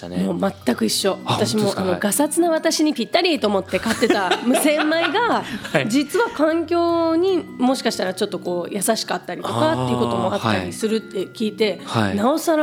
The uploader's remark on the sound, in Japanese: J-WAVE SPECIAL ITOCHU DEAR LIFE, DEAR FUTURE～ACT FOR 2030〜 公開収録の模様をお届け。